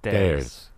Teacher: When we go da da da. Now, if we're going to make that D against the back of the upper incisors, almost in between the teeth, so like we're da da da da, right?